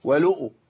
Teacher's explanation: انا غيرت حركة اللام من الكسر إلى الضم